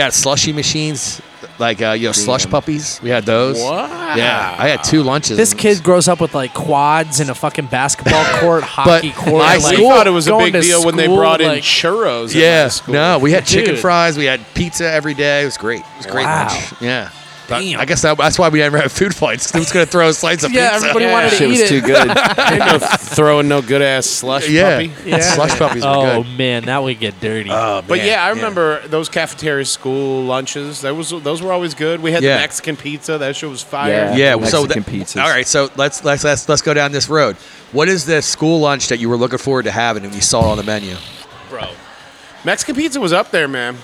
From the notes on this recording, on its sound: Live at Wicked Wolf Philadelphia